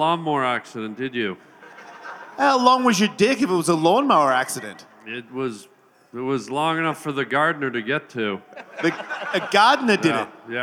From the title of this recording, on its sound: LIVE at Skankfest 2023